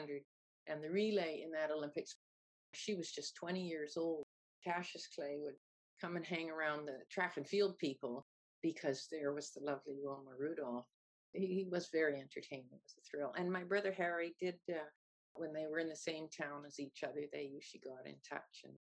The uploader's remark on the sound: I interviewed. Over Zoom while travelling west last summer.